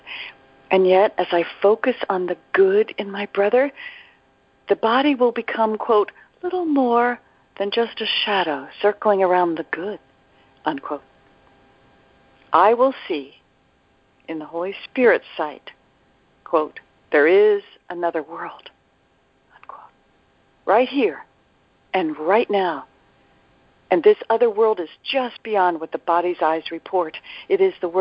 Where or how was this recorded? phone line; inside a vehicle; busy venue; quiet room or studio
phone line